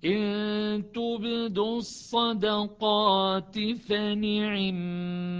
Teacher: كانت العين متوسطة بين الشدة والرخاوة يعني أن النفس والصوت يجري فيها بعض الجريان، يجري فيها بعض الجريان، وبالتالي لازم تكون دقيق، تخلي مرونة بالعين لكن لا على سبيل الحركة.